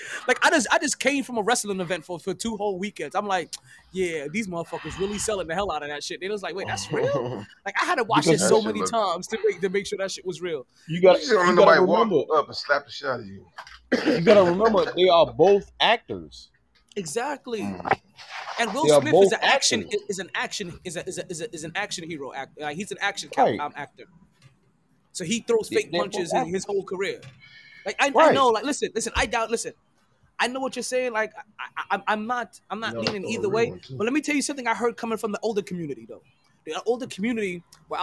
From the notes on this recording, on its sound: Live From Sharkeys.